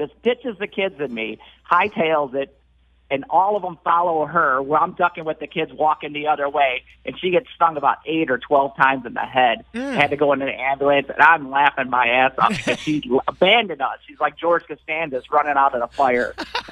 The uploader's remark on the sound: some Drivers call in to tell their stories